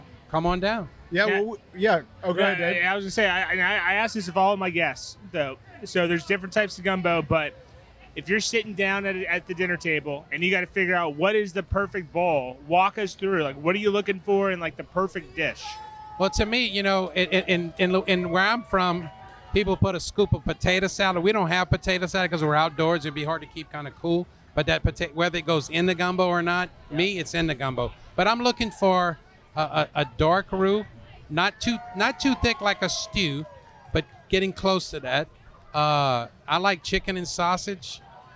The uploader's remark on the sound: recorded at the World Gumbo Championship Cookoff in New Iberia, LA